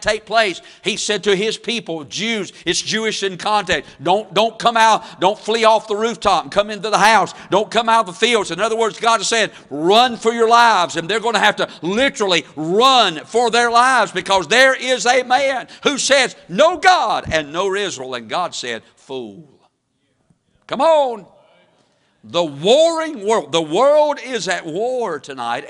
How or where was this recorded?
large echoing room